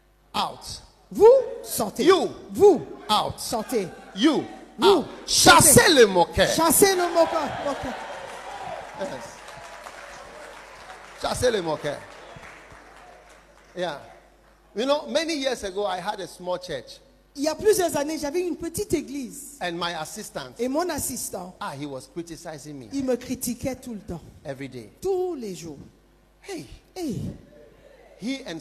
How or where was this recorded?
live audience